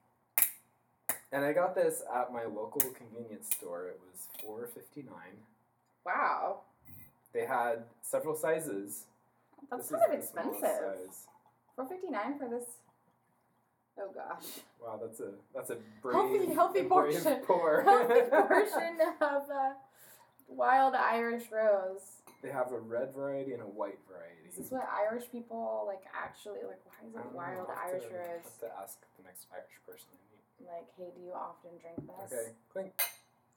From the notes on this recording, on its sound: Apologies ahead of time for audio quality. We're new to this and we're still learning the technical side of things!